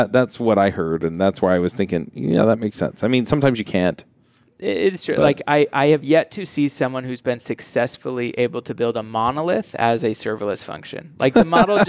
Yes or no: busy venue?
yes